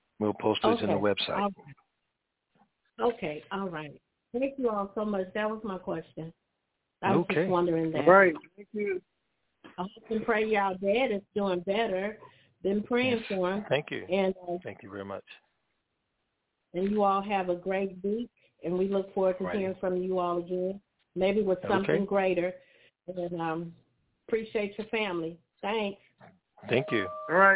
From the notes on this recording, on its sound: TNTSuperfantastic Conference Call